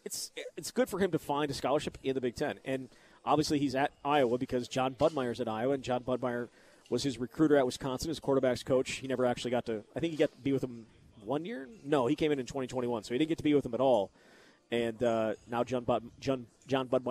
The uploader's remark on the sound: live at Monk's in Sun Prairie